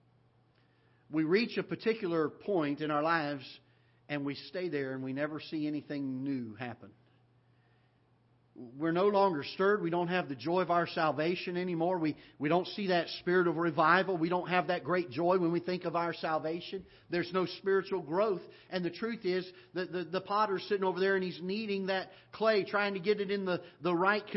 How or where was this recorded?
large echoing room